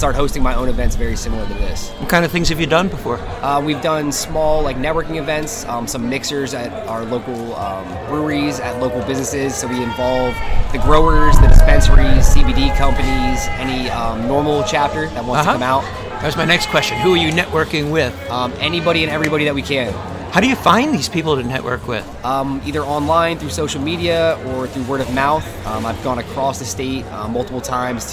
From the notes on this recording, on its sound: From Pa Cannabis Fest. Welcome to the fifth annual Cannabis Festival in Kutztown Pennsylvania, and meet some of the scores of vendors and thousands of attendees.